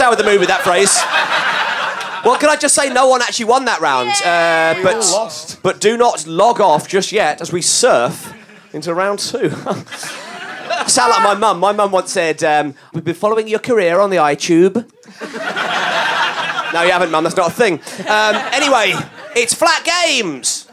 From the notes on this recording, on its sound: recorded at the Pleasance during the Edinburgh Fringe 2012